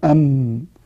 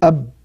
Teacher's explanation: الميم فيها بينية وبالتالي صوتها يطول بعض الشيء، أما الباء حرف شديد فينقطع الصوت عنده بسرعة